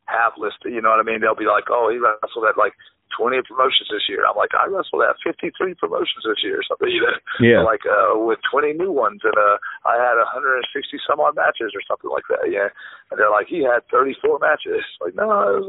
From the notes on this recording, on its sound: This episode features a phone chat